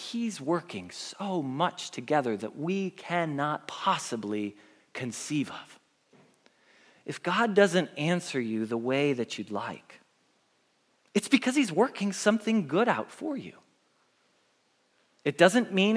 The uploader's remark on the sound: Message Preached at Valley Creek Church